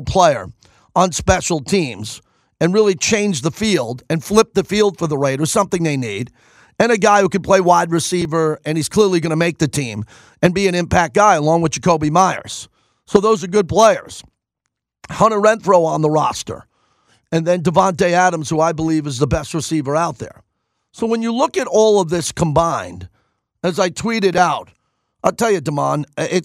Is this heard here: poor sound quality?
no